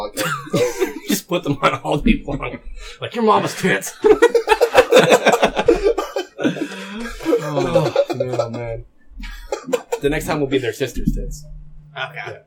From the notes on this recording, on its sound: we had issues with the audio in today's episode